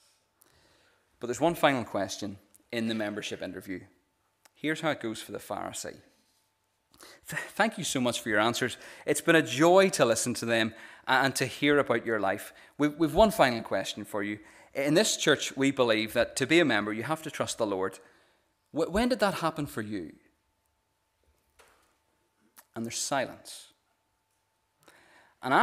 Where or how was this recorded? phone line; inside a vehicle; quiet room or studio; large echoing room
large echoing room